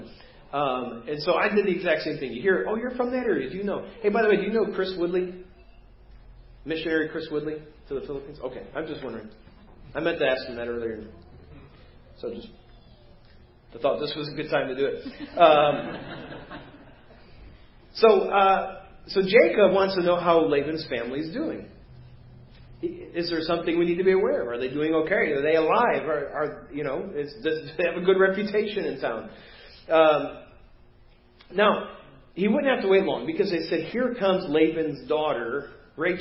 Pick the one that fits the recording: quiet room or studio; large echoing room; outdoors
large echoing room